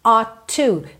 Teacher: percebe que eu tenho um som só de T, ought to, eu não falo ought to, ought to.